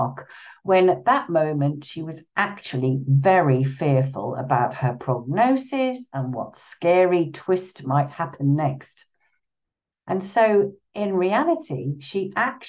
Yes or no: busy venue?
no